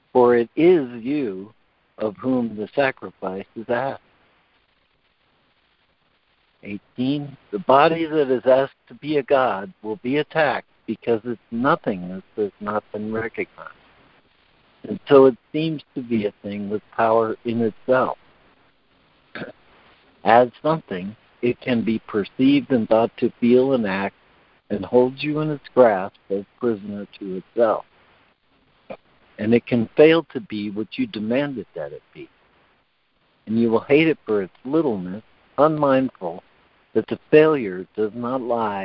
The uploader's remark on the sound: ACIM Daily Conference Call